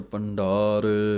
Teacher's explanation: ਭੰਡਾਰ ਬੋਲਣ ਲੱਗਿਆਂ ਡੱਡੇ ਦੀ ਆਵਾਜ਼ ਦੇਣੀ ਹੈ। ਟੱਡਾ ਨਾ ਬੋਲਿਆ ਜਾਵੇ ਭੰਡਾਰ ਨਾ ਕਹਿ ਦੇਣਾ।